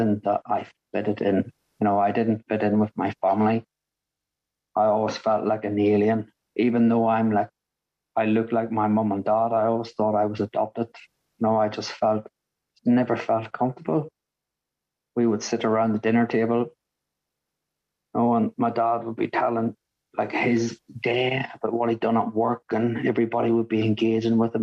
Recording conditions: video call